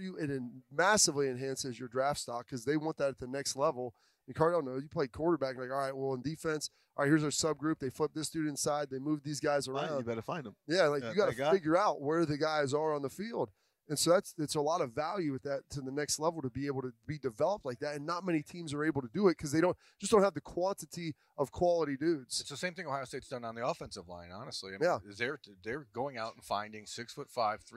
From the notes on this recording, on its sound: It's Monday and that means it's time for Lettermen Live at wonderful Roosters restaurants.